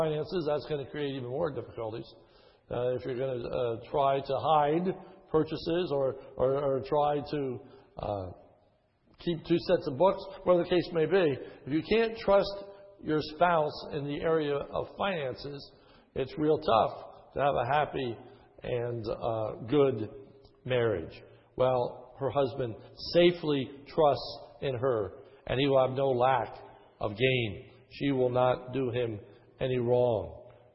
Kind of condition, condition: setting, large echoing room